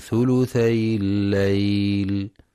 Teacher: ينتبه القارئ لتخفيف الياء وعدم تشديدها في كلمة ثلثي، فلا يقرأ ثلثي الليل بتشديد الياء.